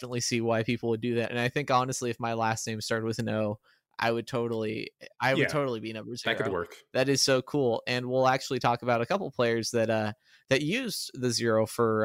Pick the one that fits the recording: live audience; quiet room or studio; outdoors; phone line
quiet room or studio